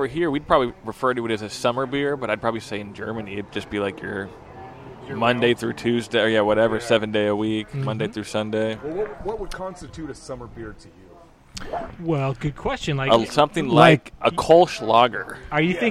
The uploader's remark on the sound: The Caroline Tavern in North Seattle. Recorded live at The Caroline Tavern on 07/06/2023.